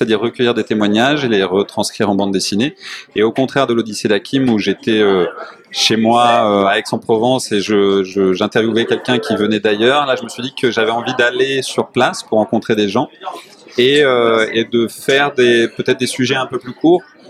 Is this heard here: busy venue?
yes